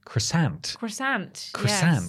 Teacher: You got to put the emphasis on the second part of the word.